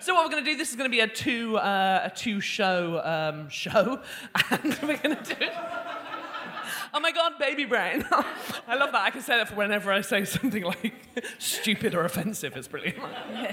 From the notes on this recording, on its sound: Joined the ladies on stage during their final residency show of 2023. A member of the live audience shared.